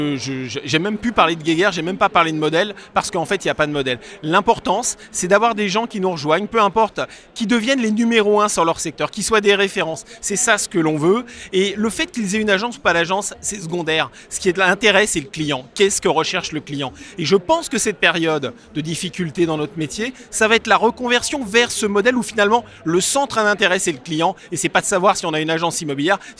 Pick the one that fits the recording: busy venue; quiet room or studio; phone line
busy venue